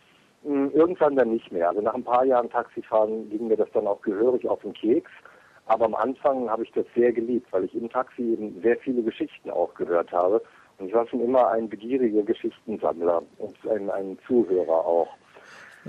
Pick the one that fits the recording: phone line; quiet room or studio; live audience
phone line